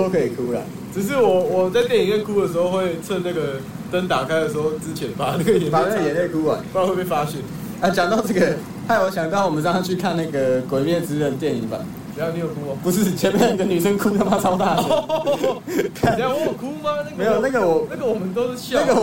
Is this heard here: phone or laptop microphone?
yes